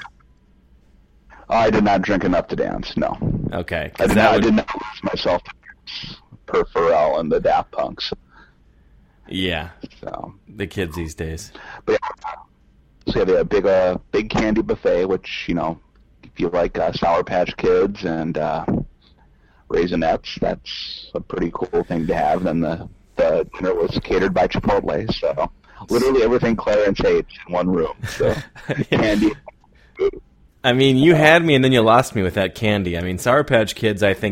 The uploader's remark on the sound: power through audio issues